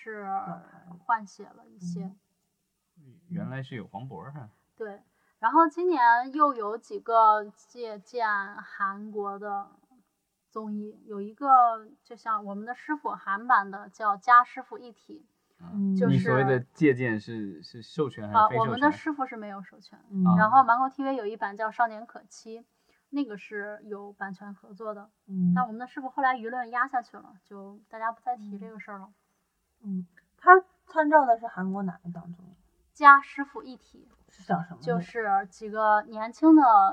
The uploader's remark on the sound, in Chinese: 本期节目因录制时遇到技术问题，音质略差